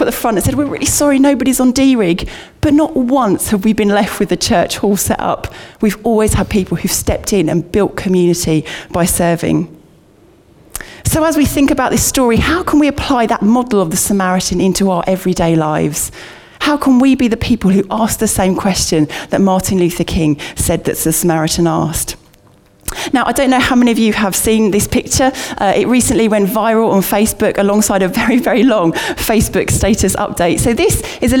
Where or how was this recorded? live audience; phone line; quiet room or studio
live audience